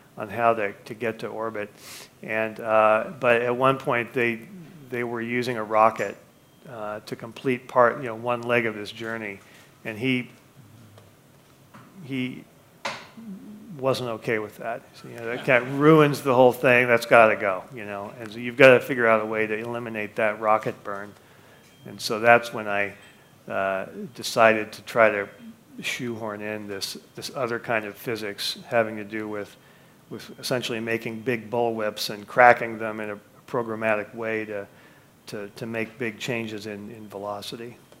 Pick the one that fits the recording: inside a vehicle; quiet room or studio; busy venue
busy venue